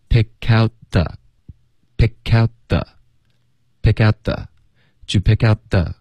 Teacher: 这里我们要连读 pick out,然后 out 的 t 呢我们要省略的方式最好是咬舌尖导致一个干脆的停顿 pick out,结尾咬舌尖这样你接着发 the,就不可能发错 pick out the, do you pick out